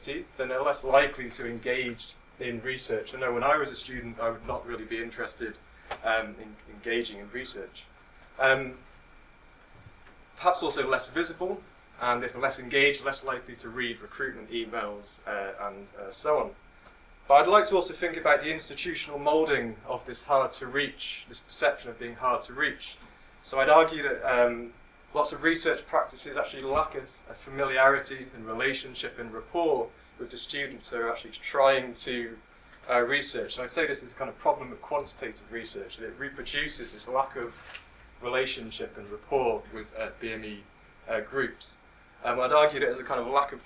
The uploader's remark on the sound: speaks at SRHE Student Experience Network Event